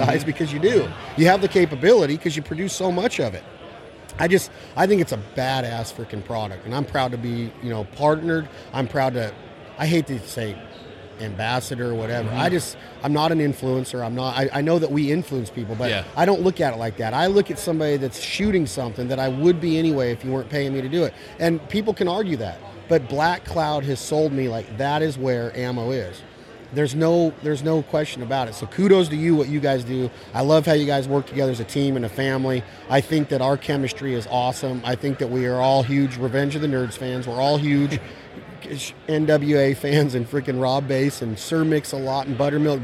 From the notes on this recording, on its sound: at the NWTF convention in Nashville, TN